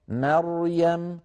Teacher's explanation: مريم فيها راء مفخمة، وهذه الراء قبلها ميم مرققة وبعدها ياء مرققة، مريم. فلننتبه إلى عدم تفخيم شيء من هذين الحرفين المرققين، مثلا بأن يقول أحدنا مريم فيفخم الميم، العرب لا تفخم الميم.